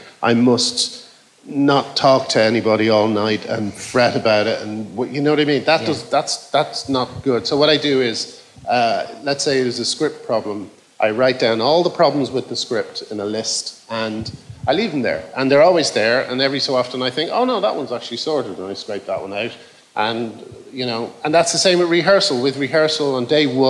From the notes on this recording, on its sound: Recorded in front of an audience in London's 100 Club.